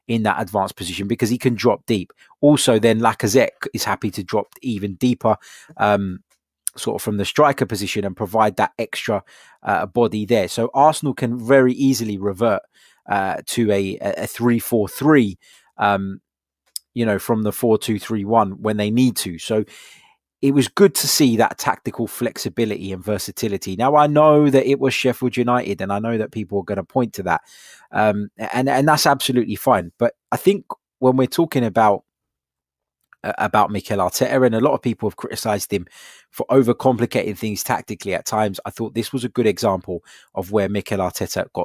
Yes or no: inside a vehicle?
no